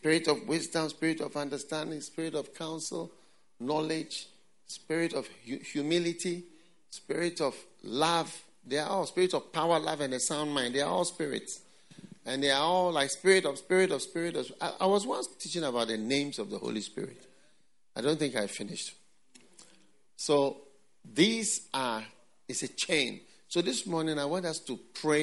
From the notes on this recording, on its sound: Preached at The FLOW Church Service, First Love Center. Accra.